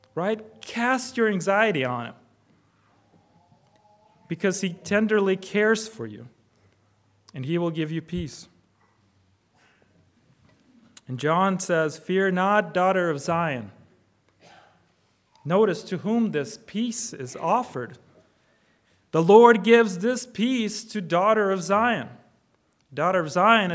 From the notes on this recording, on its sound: Preached on February 25, 2024 at Trinity Presbyterian Church ( Evangel Presbytery ) in Spartanburg, SC.